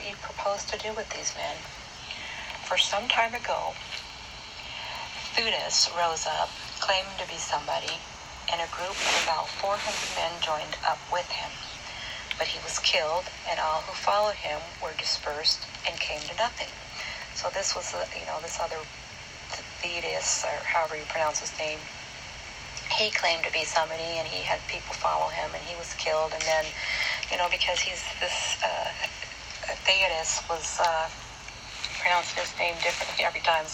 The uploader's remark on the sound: It’s not a very good recording